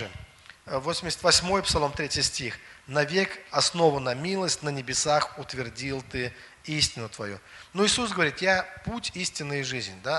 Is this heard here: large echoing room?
yes